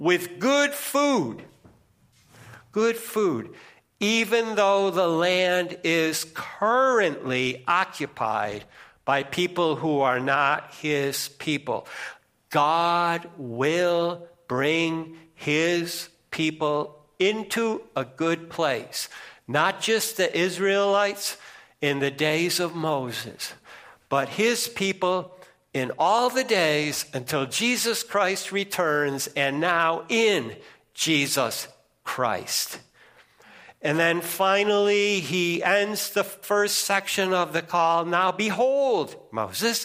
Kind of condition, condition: setting, large echoing room